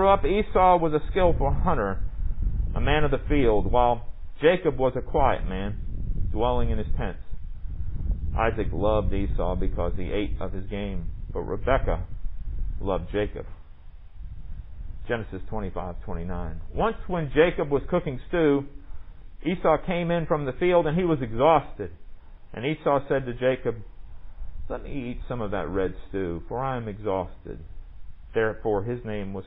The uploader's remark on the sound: Recorded under the Pavilion during worship on July 12, 2020.